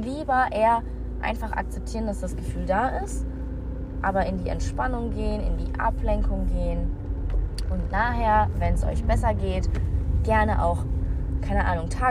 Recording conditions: inside a vehicle